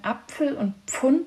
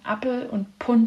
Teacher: die oberdeutschen Dialekte, wo man Apfel und Pfund sagt, von den mitteldeutschen Dialekten, wo man Appel und Pund sagt